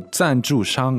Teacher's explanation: that's two fourth tones and one first tone